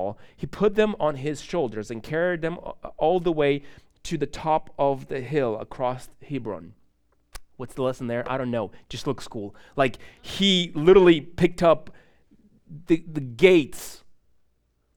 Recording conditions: large echoing room